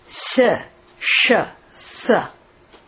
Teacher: They are called Ushmavarnaha because when you pronounce them, they make hissing sound · Term: Sibilance